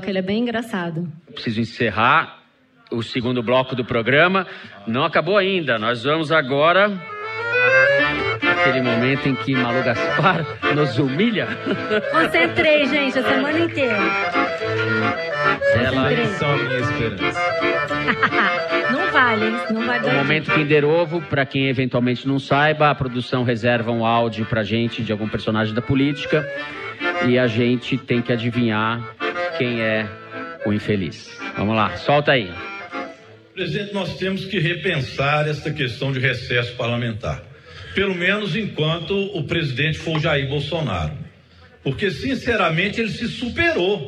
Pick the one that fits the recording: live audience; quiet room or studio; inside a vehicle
live audience